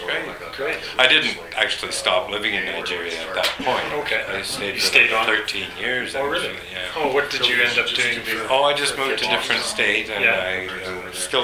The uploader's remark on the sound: At the 50th Anniversary event at UBC on December 4, 2010. This podcast was recorded during CUSO-VSO's 50th Anniversary Kick-off celebrations in Vancouver, BC.